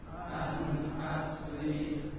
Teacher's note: Nun sukun dibaca izhar karena bertemu dengan hamzah